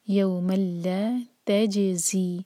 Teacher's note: وط تقو یوم لا، تنوین کے بعد لام، ادغام بغیر غنہ کا، یوم لا تجزی، زا پر بزنگ ساؤنڈ اور جیم پر قلقلہ